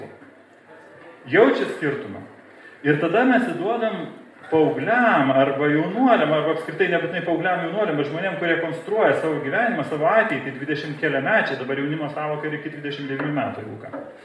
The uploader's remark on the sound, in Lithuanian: Įrašas iš Šeimų festivalio